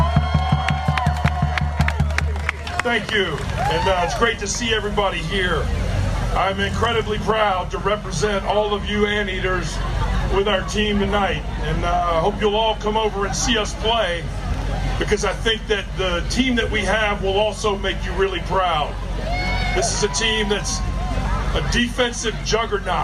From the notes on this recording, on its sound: Traversing the campus for 2 days of HOMECOMING events, which included a special alumni luncheon, Ted Talk style presentations, Party in the Park and a battle for the Big West Conference basketball title. Interviews galore with enthusiastic Anteaters past and present!